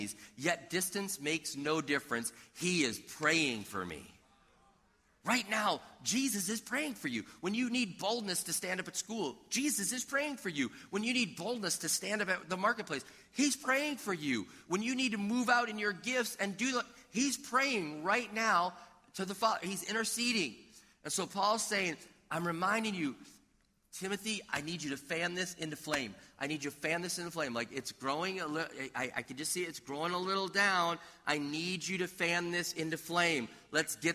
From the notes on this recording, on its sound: This audio was taken from a previously recorded video at River Valley Church in Minnesota.